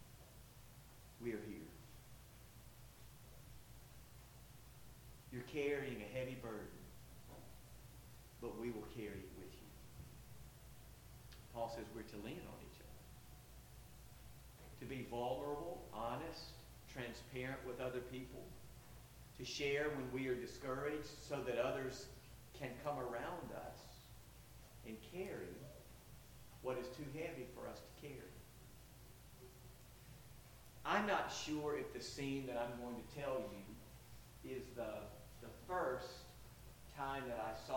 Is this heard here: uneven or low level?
yes